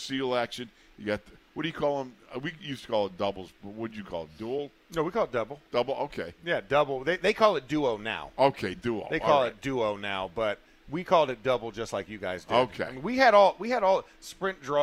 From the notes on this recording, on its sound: In the Locker Room Live from Steelers Camp.